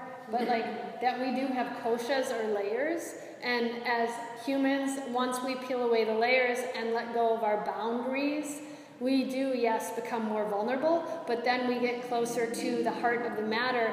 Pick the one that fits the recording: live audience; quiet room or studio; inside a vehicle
live audience